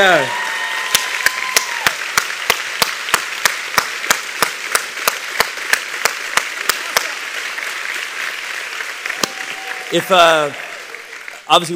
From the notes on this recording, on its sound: part 2 of my keynote from the Aspire conference in San Diego, California.